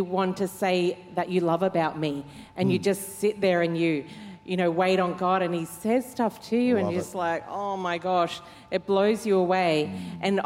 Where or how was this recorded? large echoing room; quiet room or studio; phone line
large echoing room